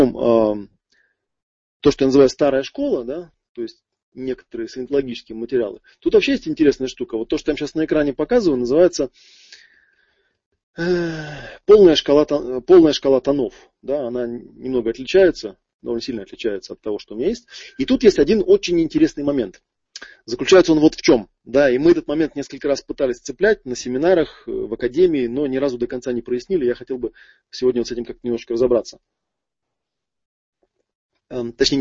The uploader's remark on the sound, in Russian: Аудиозапись живого вебинара из новой весенней серии.